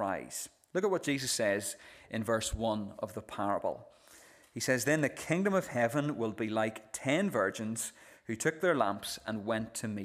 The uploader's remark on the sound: This is the recording of the Bible reading and sermon from our evening service on Sunday 2nd July 2023.